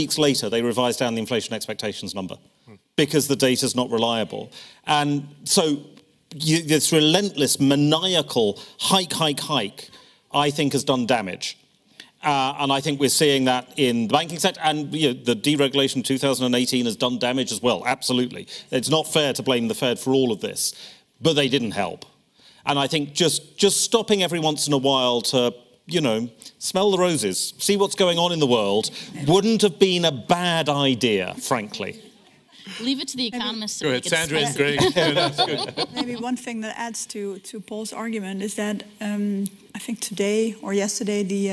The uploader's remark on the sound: Growth Summit 2023: Chief Economists Briefing. This is the full audio of the Chief Economists Briefing session at the Growth Summit.